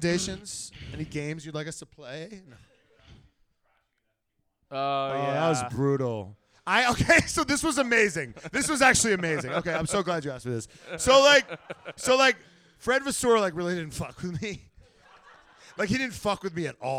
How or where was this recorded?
live audience